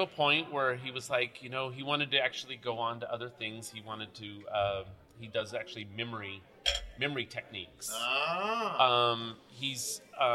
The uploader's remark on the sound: At The American Hostel Conference